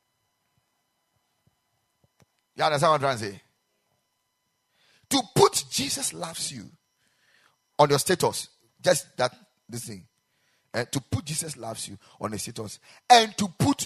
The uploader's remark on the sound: Preached at the Ekklesia Chapel